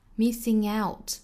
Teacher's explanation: Missing 和 out 连读这属于是后鼻音加元音的连读